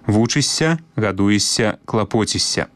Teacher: як бы мы ні пісалі, заўжды вымаўляем мяккі падоўжаны «с».